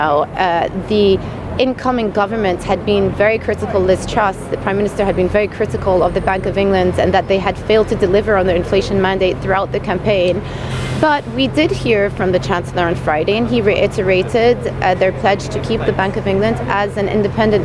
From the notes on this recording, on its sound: We are live at Threadneedle Street